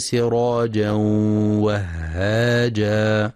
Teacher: ينتبه القارئ لغنة الإدغام سراجا وهاجا، فلا يقرأ سراجا وهاجا بإدغام بغير غنة. وبعضهم يقرأ وهاجا بدون تشديد الهاء وهاجا، والصواب تشديدها وهاجا مع مراعاة الهمس.